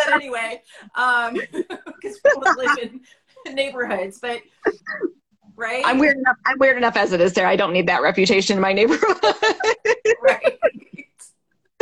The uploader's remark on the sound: This is a replay from an Instagram LIVE